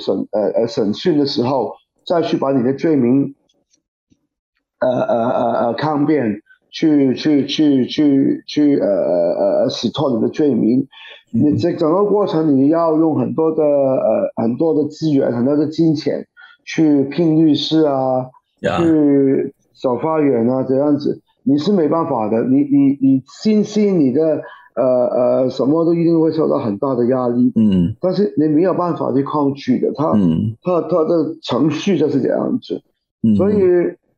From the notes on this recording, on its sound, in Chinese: 本集節目以線上訪談進行，音質會較不穩定，盡請見諒！